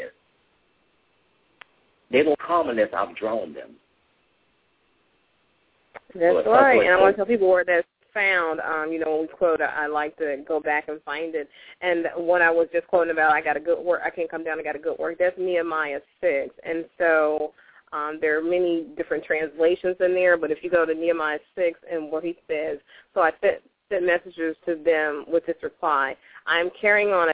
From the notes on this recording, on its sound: LML uses a progressive live call in format.